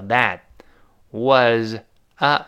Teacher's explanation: 最后那个 t 听不清了，叫 that was a 变成 was a was a 非常轻轻的一带过 was a was